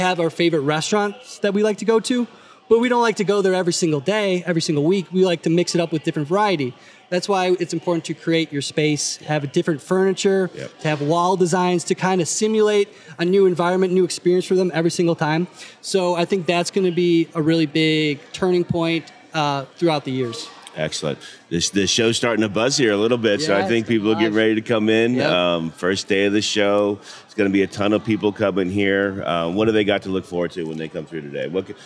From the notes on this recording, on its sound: Live from the 2023 SNA Annual National Conference. Live at the 2023 School Nutrition Association Annual National Conference.